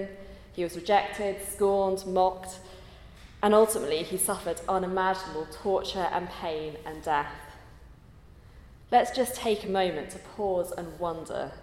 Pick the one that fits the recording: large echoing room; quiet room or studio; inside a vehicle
large echoing room